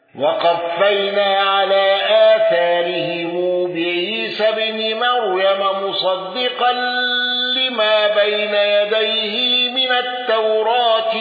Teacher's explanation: قالون بصلة ميم الجمع وتقليل التوراة والغنة